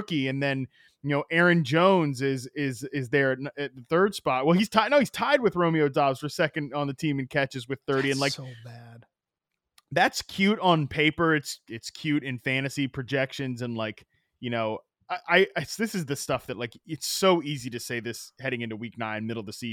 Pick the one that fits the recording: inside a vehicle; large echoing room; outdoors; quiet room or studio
quiet room or studio